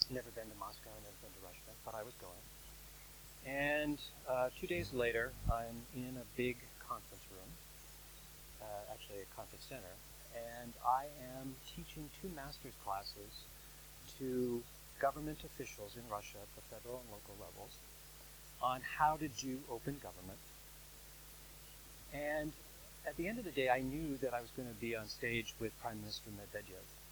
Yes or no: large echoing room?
yes